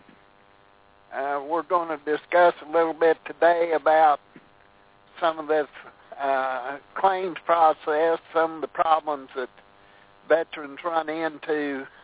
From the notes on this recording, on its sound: Call in show